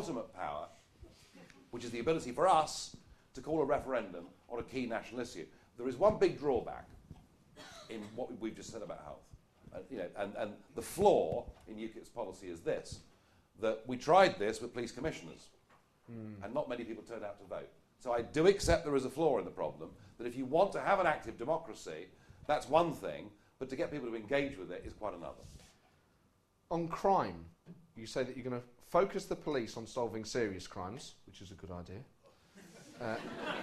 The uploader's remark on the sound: Recorded live at the St James Theatre.